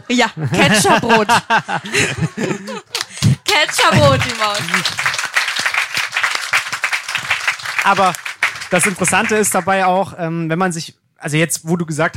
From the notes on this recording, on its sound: Live in Leipzig. Wie schön war es, einige von euch live zu treffen.